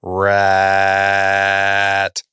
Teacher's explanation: did you feel like a little buzz, a little rumble in the back part of your throat? · Term: edge sound